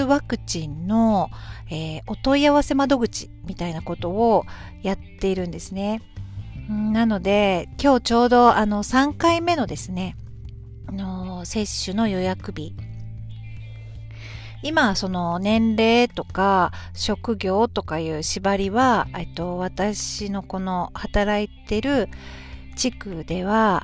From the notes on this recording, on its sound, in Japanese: 今日はランチタイムの時間に、駐車中の車の中から配信しています。